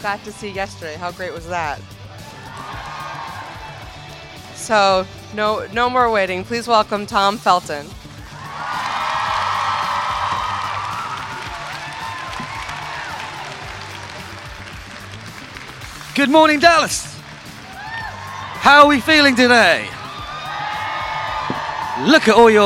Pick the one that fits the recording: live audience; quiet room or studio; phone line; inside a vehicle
live audience